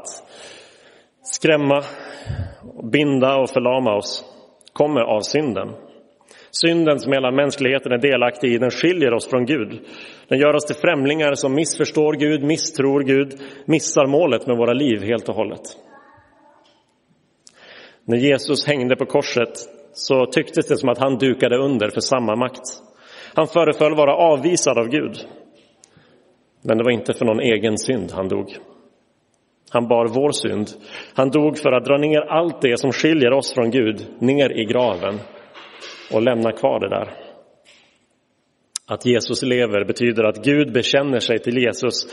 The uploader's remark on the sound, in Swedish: Inspelad i Roseniuskyrkan den 9 april 2023.